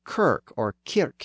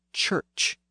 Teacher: the hard K sound found in many Germanic words was softened into a CH sound